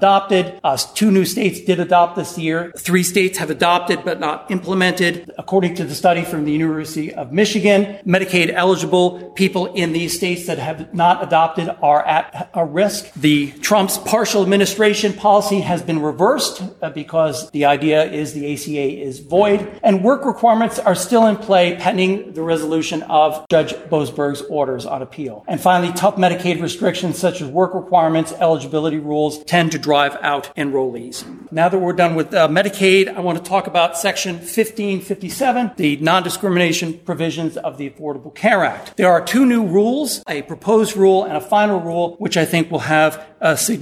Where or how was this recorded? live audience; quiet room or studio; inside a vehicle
live audience